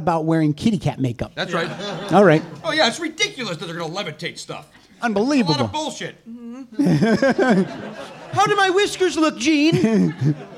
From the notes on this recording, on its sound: This show was recorded in front of a LIVE audience. At the NerdMelt Showroom in Hollywood, CA.